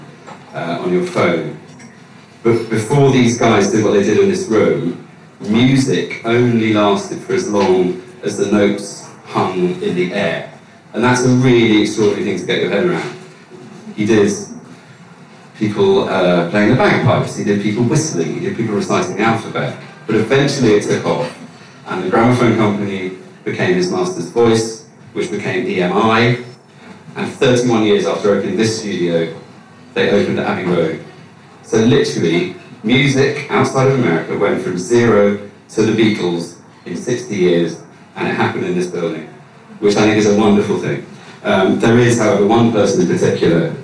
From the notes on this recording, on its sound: This opening episode was recorded live at the unveiling ceremony in the building at 31 Maiden Lane.